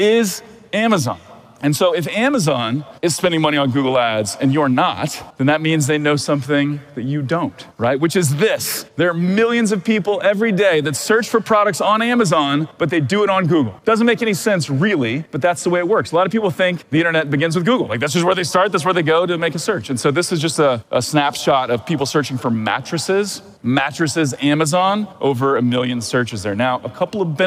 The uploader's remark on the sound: This is the recording from a recent talk I gave in Austin, Texas, to a group of 1,200 eager Amazon Sellers and DTC brand owners